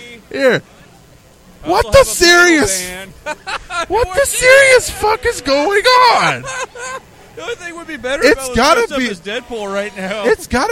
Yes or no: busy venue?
yes